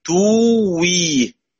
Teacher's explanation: تبدل الهمزة واوا فتصير توي · Term: إبدال